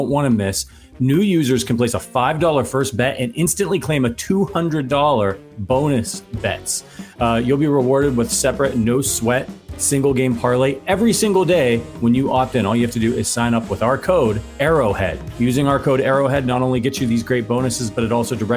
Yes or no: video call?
no